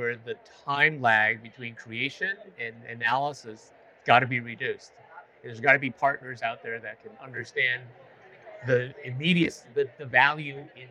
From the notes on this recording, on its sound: Live from HLTH23.